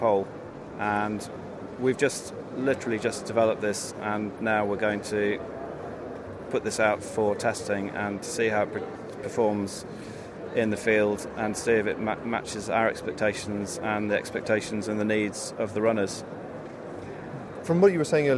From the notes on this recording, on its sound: Friedrichshafen Outdoor Show. Recorded at the 2012 Outdoor Show in Friedrichshafen. An overheard conversation in the press room.